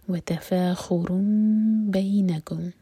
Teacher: इखलाब करेंगे, मीम को होल्ड करेंगे, होठों को टाइट बंद नहीं करेंगे और 2 सेकंड्स का टाइम देंगे